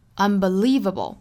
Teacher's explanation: Unbelievable 在 li 上面是整个单词的重读音节